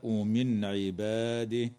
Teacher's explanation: وتظهر النون الساكنة عند العين في قوله تعالى من عباده